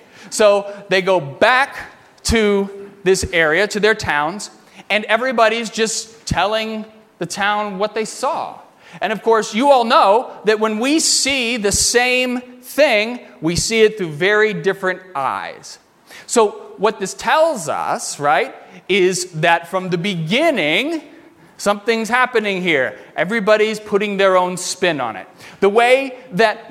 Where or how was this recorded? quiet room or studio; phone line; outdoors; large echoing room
large echoing room